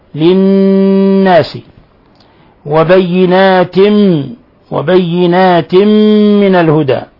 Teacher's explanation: تنوين كسر جاء بعده الميم الحكم التجويد إضغام بغنة